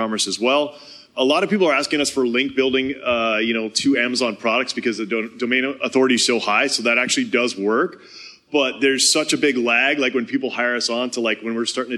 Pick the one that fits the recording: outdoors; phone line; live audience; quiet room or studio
live audience